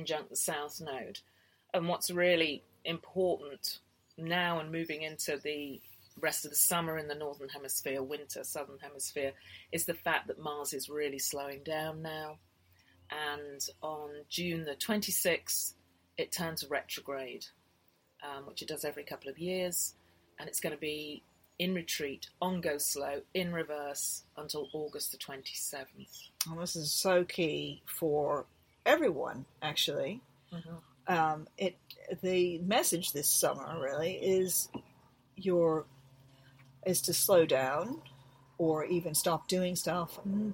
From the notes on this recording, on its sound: We record the latest podcast on a narrow boat rocking gently back and forth on the canal sipping cups of tea.